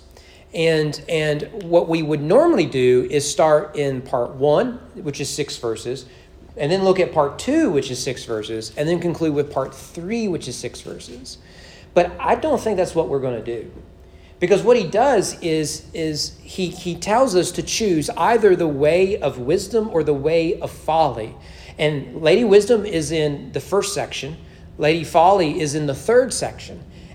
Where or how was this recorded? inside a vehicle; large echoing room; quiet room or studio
large echoing room